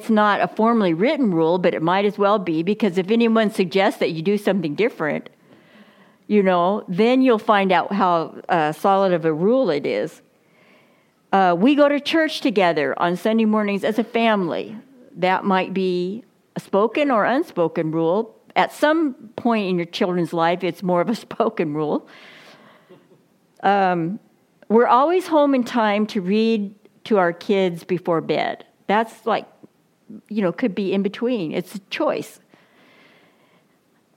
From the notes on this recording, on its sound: Reformation Sunday message delivered during the Contemporary Worship service.